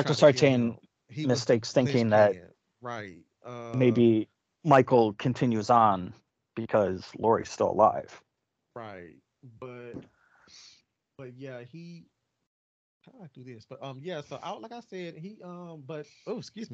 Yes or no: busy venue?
no